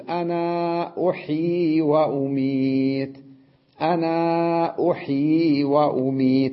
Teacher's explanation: مدها حتى لما جاء بعدها همز مدها مد الجائز المنفصل